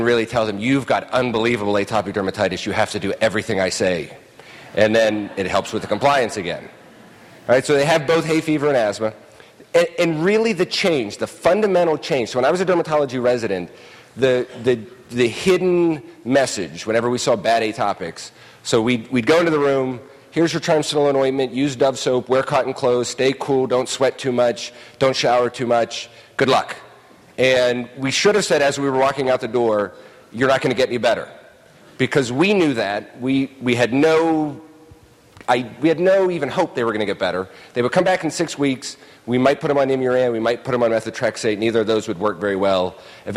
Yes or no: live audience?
yes